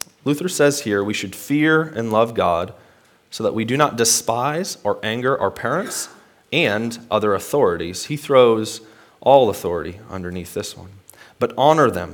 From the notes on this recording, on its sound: Today's word of encouragement comes from a sermon I preached at Hope Evangelical Free Church on March 7th, 2021.